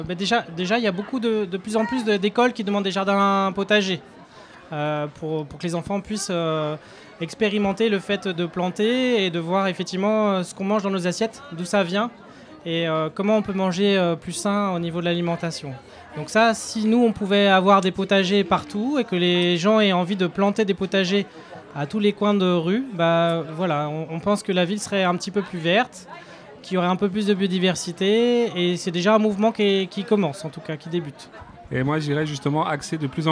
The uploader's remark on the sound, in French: Les enfants du centre de loisir Victor Hugo ont enregistré l'émission " la team 10 12" lors de la fête de la ville de Bobigny le 15 juin.